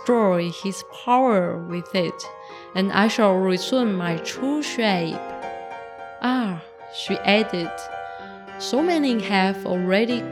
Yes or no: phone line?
no